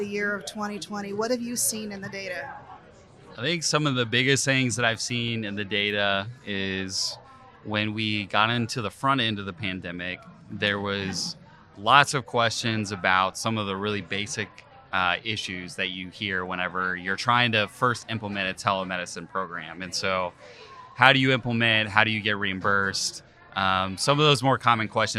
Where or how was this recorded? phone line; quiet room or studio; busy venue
busy venue